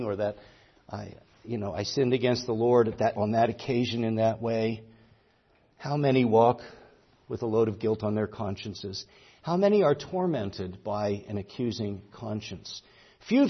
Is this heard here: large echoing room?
yes